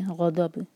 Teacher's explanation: آگے فباؤ با چار حرکہ مد متصل بغضب بن پر اظہار علی غضب تو جب ہم یہاں پر با پر رکیں غضب تو با ساکن ہوگا تو قلقلہ کریں گے لیکن قلقلہ ہیوی نہ ہو لائک منہ بھر کر نہیں قلقلہ کریں گے دود کی وجہ سے ہیوی نہیں ہونا چاہیے.